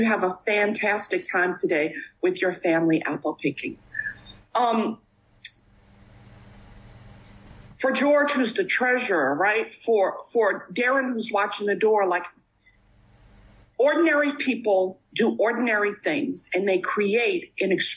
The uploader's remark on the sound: at the Bronx Big Book zoom meeting